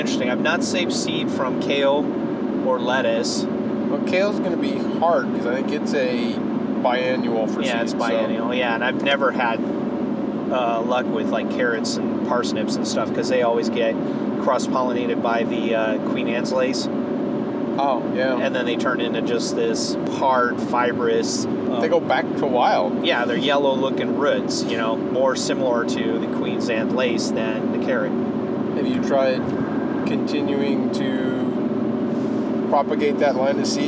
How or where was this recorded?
inside a vehicle